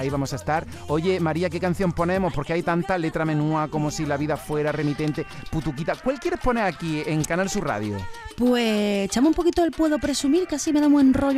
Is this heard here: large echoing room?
no